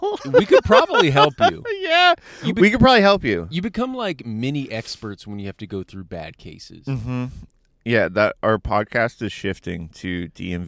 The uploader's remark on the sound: In A Car, At A Park, In The Morning. The boys are back in the car, this time in a parking lot at a park at 6 am.